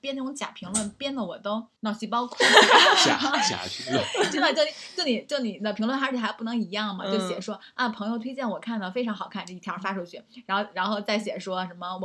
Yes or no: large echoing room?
no